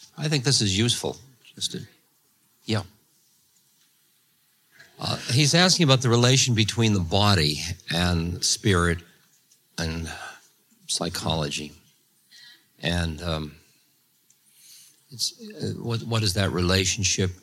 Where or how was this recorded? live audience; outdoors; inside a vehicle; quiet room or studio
live audience